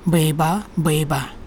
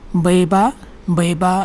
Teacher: Bheba is breathy. If you put it breathy, then you step on something. · Shown in: first take · Baiba, baiba is not breathy, flat.